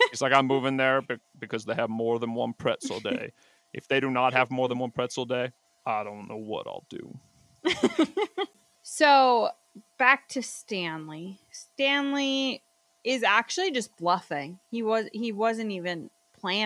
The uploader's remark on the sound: sorry the sound quality isn't great on this episode.